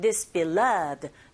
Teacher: 이 beloved 같은 경우에는 beloved가 아니라 beloved. 두 번째 위치에 강세가 있기 때문에 this와 쭉 한 덩어리처럼 this beloved 이렇게 들렸거든요.